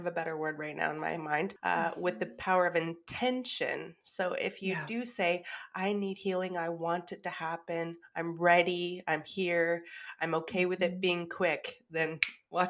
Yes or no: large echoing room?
no